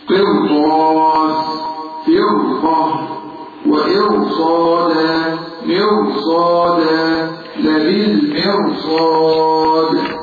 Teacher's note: إن الرأى تضخم إذا كانت ساكنة قبلها مكسور ولكن بعدها حرف مضخم.